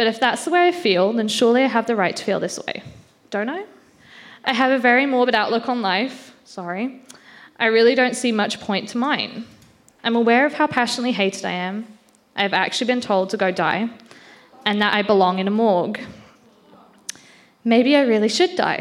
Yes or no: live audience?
yes